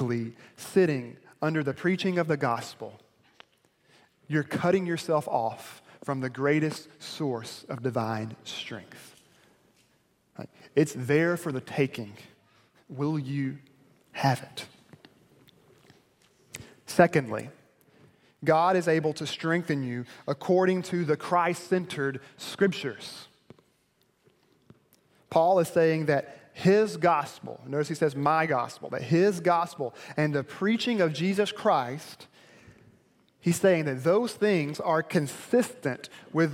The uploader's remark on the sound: delivered at Perimeter Road Baptist Church.